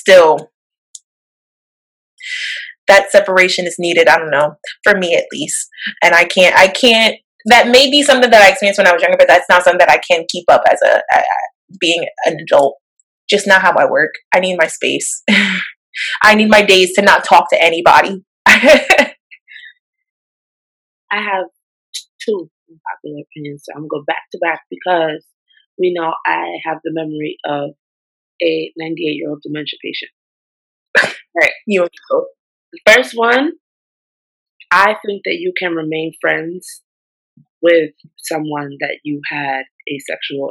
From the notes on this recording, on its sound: we had some slight technical difficulties this time around